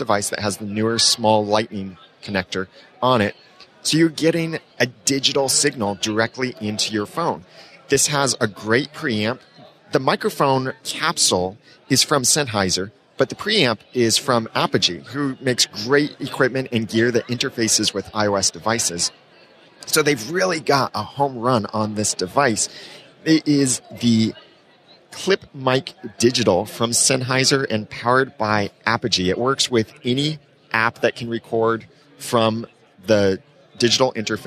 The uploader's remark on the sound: Recorded from New Media Expo 2015